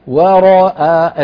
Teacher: الواو مرققة الراء مفخمة الهمزة مرققة